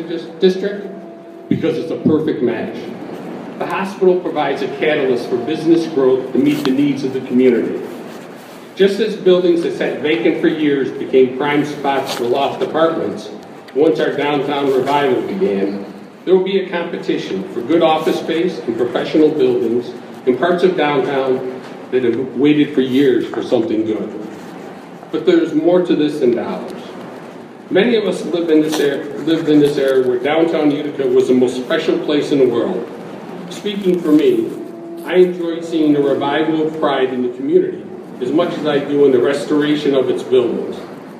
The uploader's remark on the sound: tells the crowd at a pro-downtown hospital event at DoubleTree by Hilton Hotel Utica